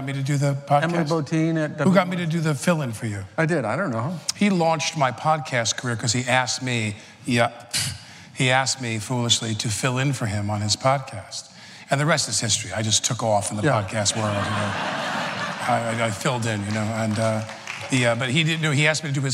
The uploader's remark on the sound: The conversation was recorded at 92nd Street Y on November 9, 2017.